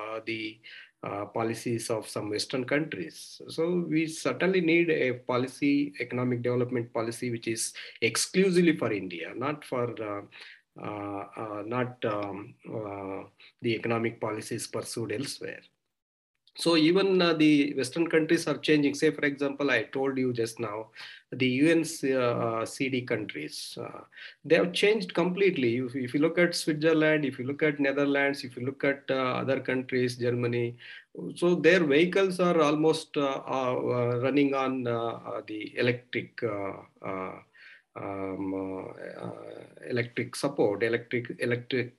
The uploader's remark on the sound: Zoom and Facebook Live